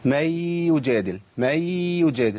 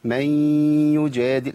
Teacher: إدغام بغنة، إدغام ناقص بغنة · Shown in: second take